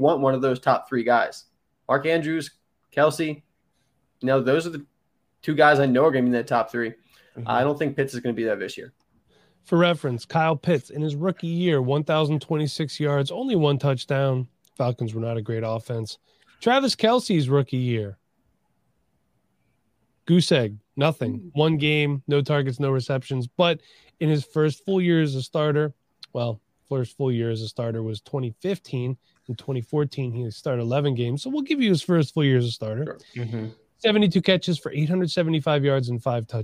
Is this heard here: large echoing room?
no